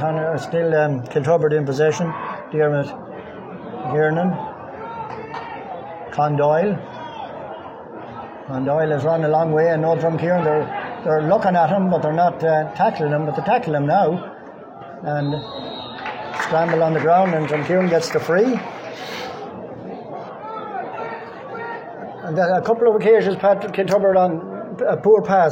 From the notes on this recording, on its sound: Live commentary of first half